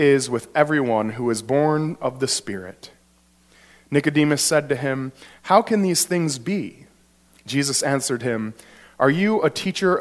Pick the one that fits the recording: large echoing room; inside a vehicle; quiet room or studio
large echoing room